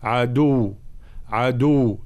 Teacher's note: وقفنا على كلمة عدو ومشددة، نقف مع بيان تشديدها